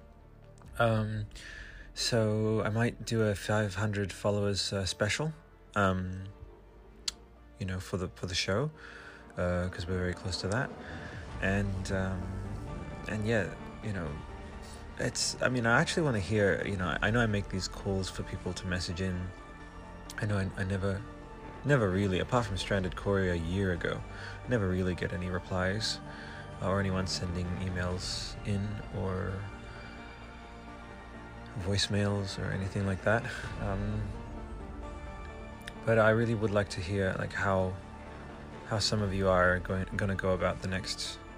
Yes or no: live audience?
no